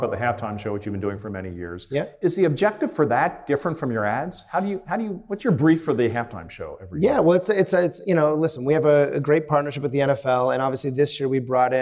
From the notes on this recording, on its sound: Joining this panel discussion which was recorded in front of a live audience is Harvard Business School's.